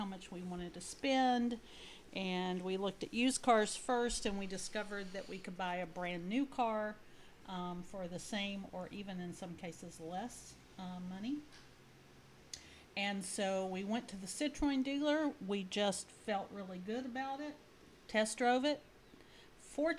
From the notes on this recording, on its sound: The sound on the podcast may be a little low. This is our very first podcast so we have a few kinks to work out.